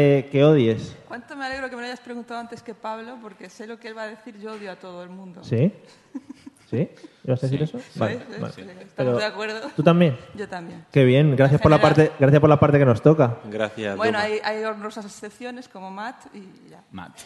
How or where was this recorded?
live audience